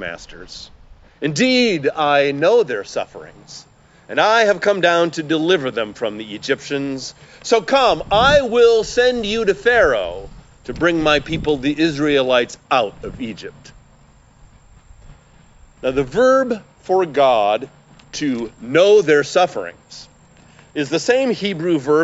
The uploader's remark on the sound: We traditionally have one outdoor service in the summer time, and we didn’t want to miss the experience this year. Recorded in Lorel Park in Skokie, with a few guests from the congregation.